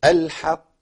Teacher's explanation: اعلى مرتبه للقلقله حضرتك بتديها زمن المشدد